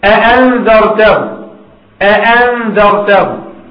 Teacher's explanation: لما دخلت همزة الاستفهام على همزة القطع بنحقق الهمزتين